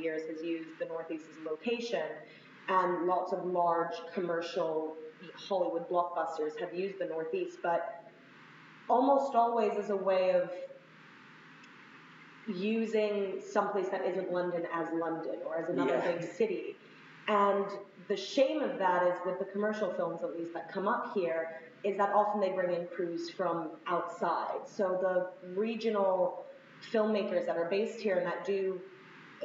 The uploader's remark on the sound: Another adventure in terrible audio